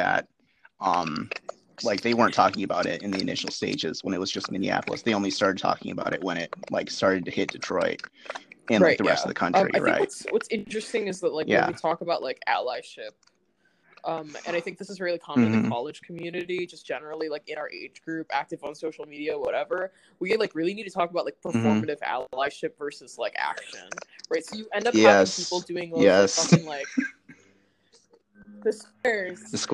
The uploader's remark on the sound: This was recorded remotely so there are some audio issues (random drops, weird typing noises, delay so sometimes people talk over each other)